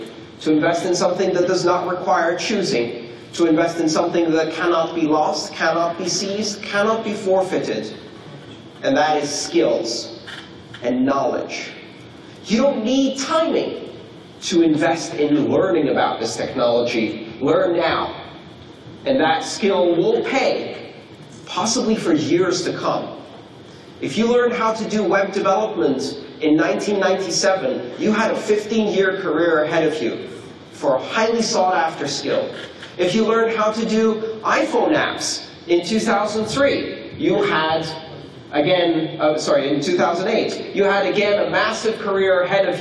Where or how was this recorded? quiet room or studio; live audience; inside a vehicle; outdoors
live audience